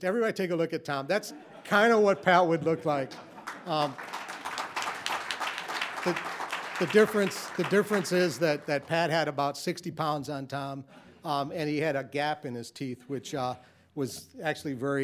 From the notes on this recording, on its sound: The City Club of Cleveland has hosted the annual High School Debate Championship. Not only for the judges and the audience in the room. Also for our radio and television audiences.